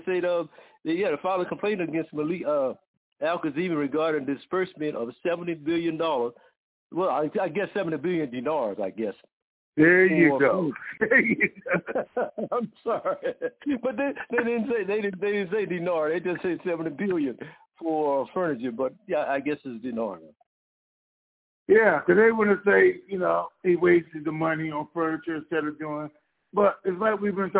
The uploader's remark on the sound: TNTSuperfantastic Conference Call